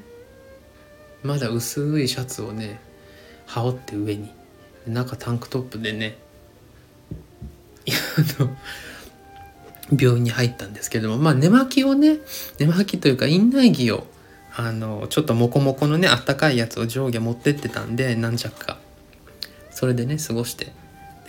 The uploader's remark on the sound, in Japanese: スタンドFMのアプリを使って回しっぱなしで収録しております。BGMが大き過ぎる箇所もあるかもしれませんがご了承ください。